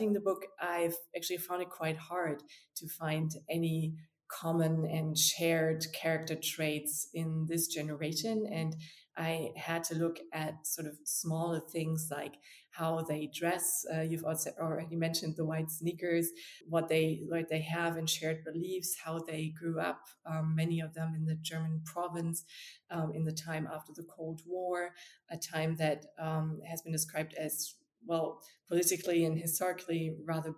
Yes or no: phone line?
no